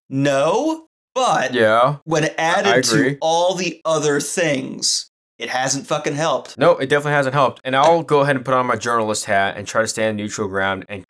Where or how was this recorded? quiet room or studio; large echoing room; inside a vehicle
quiet room or studio